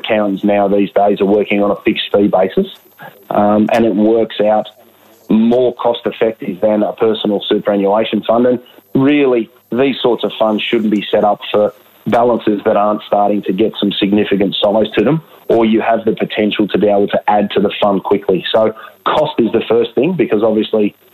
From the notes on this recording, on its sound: Via telephone given the ongoing social distancing requirements that have come into play.